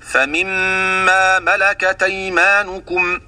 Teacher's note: قرأ ورش بنقل حركة الهمز إلى الساكن قبلها وحذف الهمزة